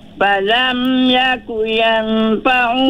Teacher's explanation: Nun mati tadi ni. Ikhfa' tu kena dengung.